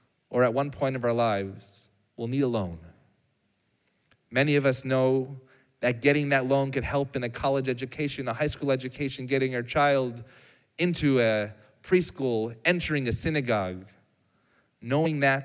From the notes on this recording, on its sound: Recorded live on Shabbat